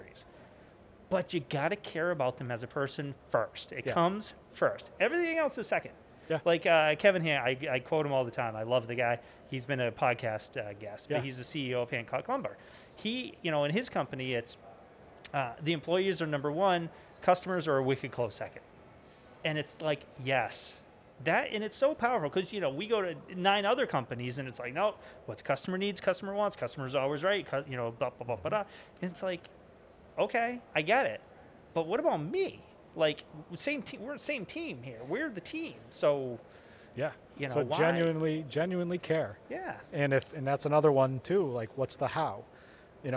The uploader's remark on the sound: From the GBMP Northeast Lean Conference!